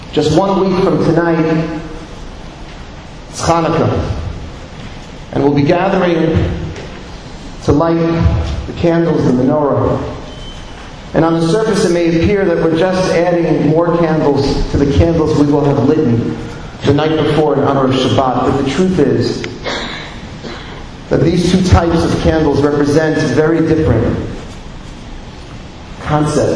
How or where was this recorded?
large echoing room